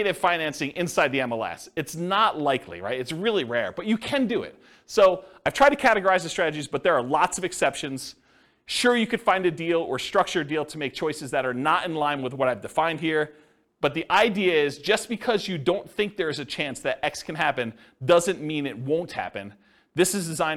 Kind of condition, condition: setting, live audience